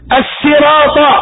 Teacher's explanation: والبعض يخطئ في الصراط فيجعلها سينا الصراط يرققها ترقيقا، وهذا والبعض منهم يزيد في المد الطبيعي في